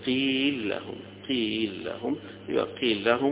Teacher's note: واللام الأولى مفتوحة، هيدغم لام مفتوحة في اللام اللي تليها يبقى هيكتفي بلام واحدة فقط